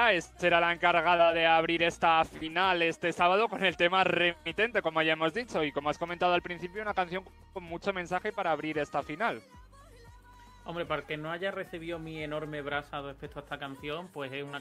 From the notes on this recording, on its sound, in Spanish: Programa especial en directo desde Benidorm con conexiones con varios puntos de la ciudad